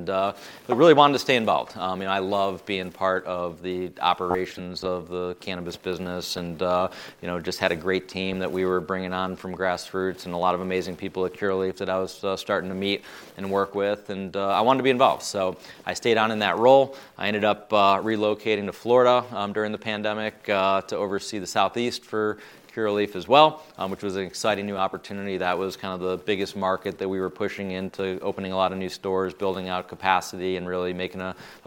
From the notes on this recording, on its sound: They recorded this episode live at MJBizCon, one of the biggest cannabis conferences in the industry.